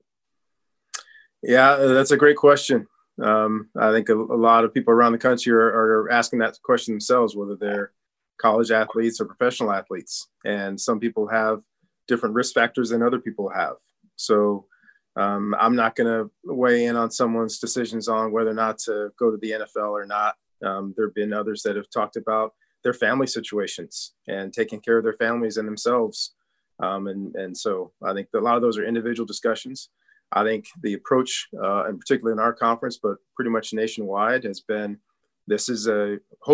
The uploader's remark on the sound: The Pac-12 Conference held a ZOOM press conference